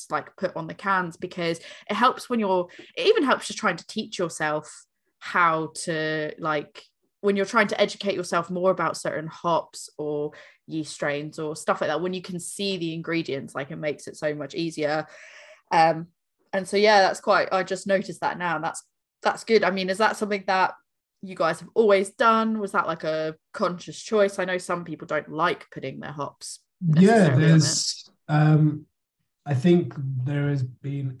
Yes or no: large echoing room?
no